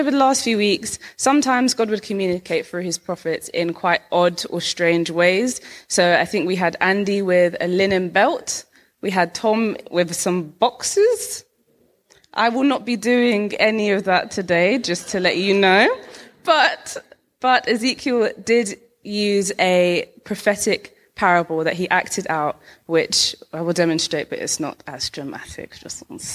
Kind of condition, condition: setting, large echoing room